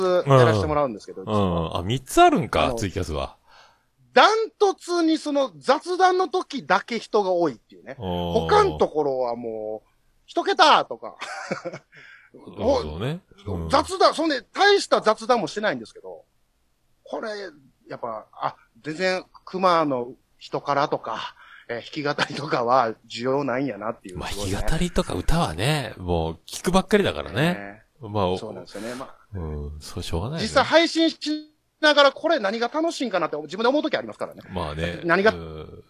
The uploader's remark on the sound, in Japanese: サシ飲みオンライン！